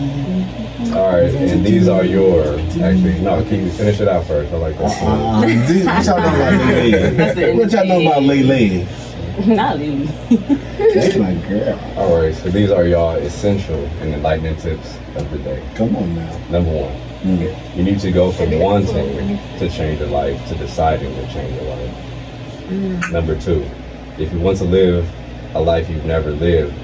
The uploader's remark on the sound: Our microphones had technical difficulties